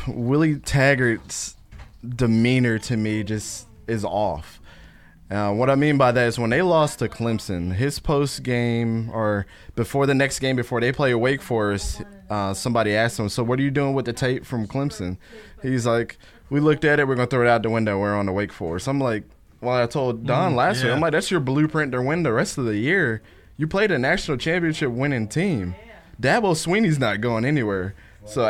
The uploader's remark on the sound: Live from Maroon Hornet Comics. Live show.